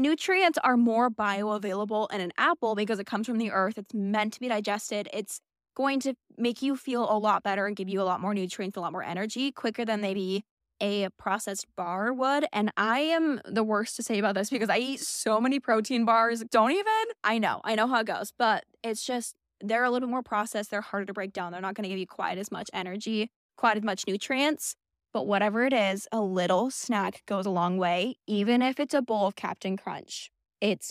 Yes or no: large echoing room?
no